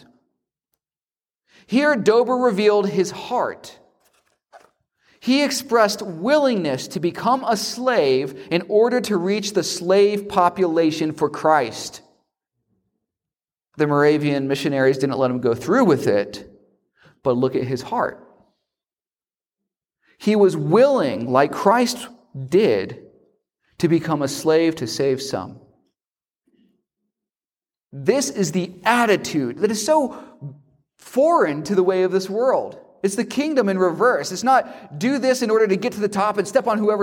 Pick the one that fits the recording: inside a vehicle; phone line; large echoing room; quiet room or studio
large echoing room